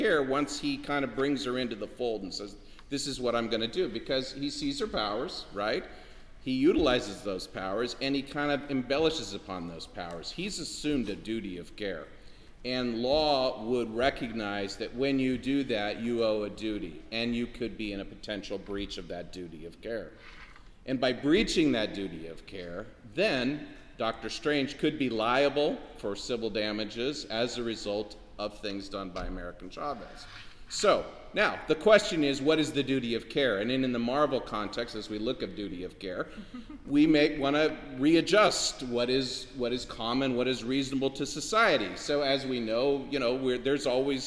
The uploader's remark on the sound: Recorded Live at SDCC 2022. Recorded at San Diego Comic Con.